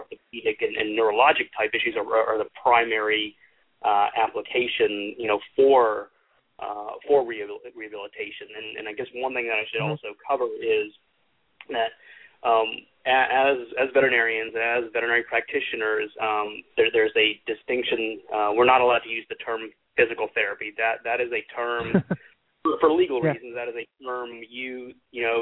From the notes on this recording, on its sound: takes your calls live